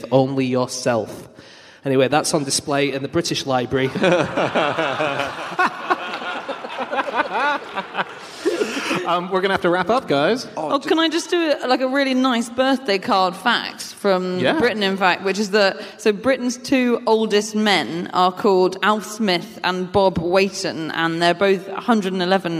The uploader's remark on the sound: Live from Berlin.